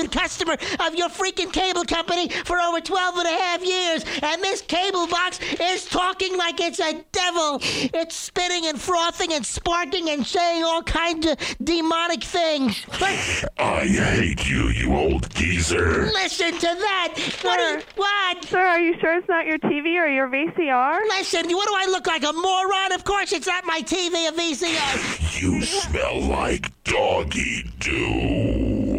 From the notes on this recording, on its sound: Prank Phone Calls